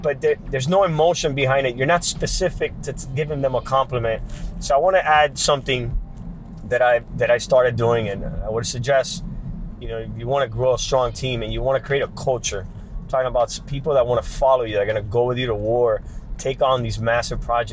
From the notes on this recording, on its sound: This week I’m back behind the wheel trying to put together my blog while I am driving around town for work. Basically I am "Blogging While Driving" once again.